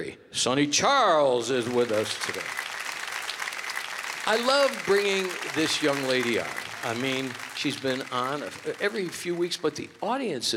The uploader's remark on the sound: Live at the South Point Casino